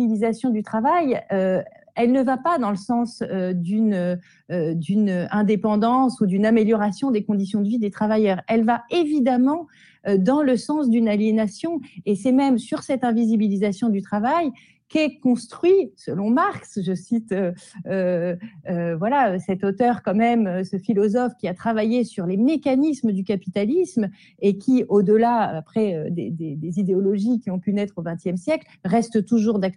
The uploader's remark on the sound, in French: Lors d’une rencontre en visio.